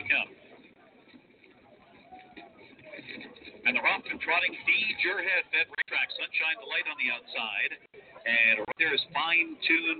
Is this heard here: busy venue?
yes